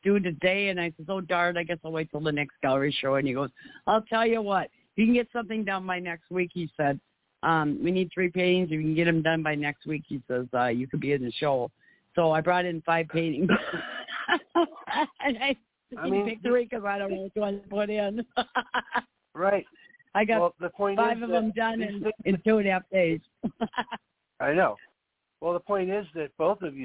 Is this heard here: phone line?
yes